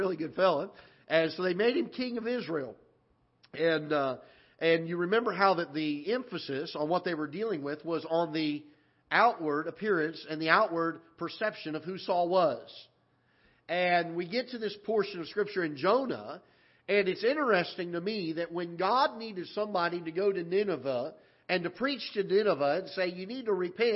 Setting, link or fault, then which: setting, large echoing room